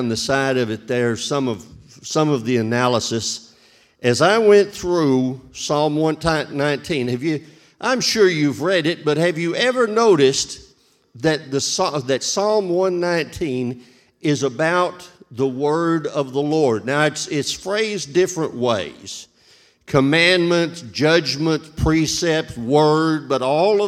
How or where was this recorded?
large echoing room